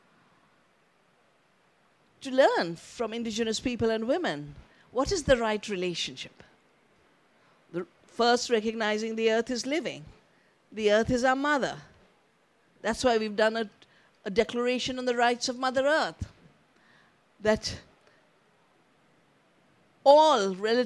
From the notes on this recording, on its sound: For our upcoming 2023 Festival live-recorded highlight sessions.